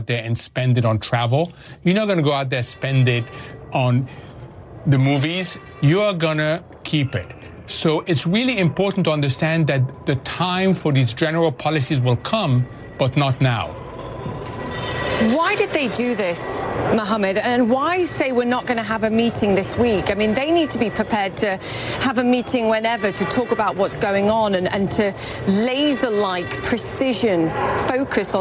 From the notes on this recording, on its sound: live from the New York Stock Exchange